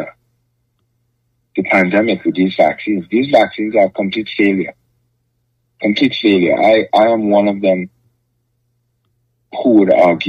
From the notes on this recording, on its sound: Truckers Call.